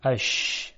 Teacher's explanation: همین سایش رو، یعنی سایش هوا در مخرج حرف رو، در حرف شین تفشی نامیدند